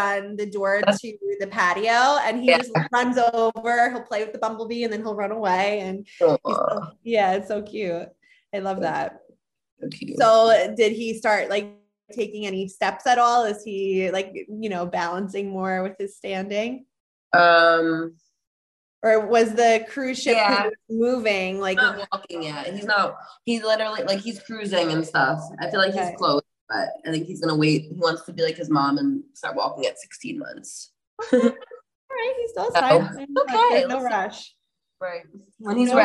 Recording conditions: video call